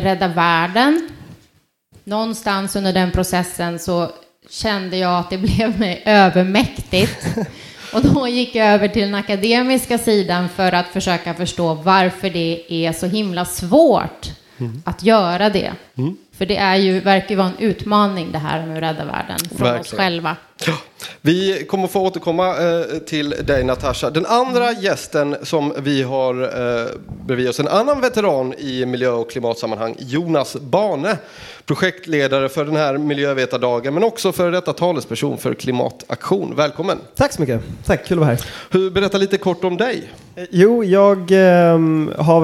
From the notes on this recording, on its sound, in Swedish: Livepodd Från Södertörns Miljövetardag. I detta avsnitt har vi livepoddat från Södertörns Högskolas miljövetardag.